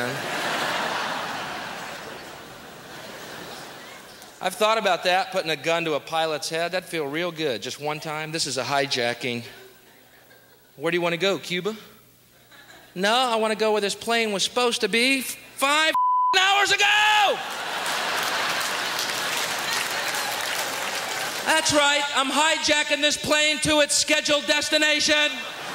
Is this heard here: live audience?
yes